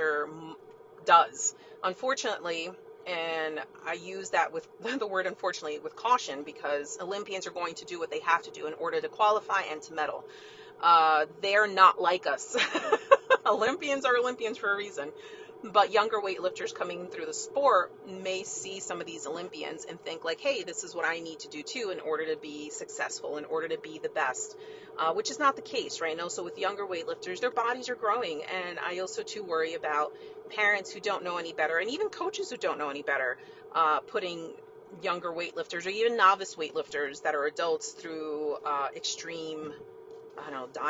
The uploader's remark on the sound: (Car Episode). Recorded from my car- so I apologize in advance for the crap audio.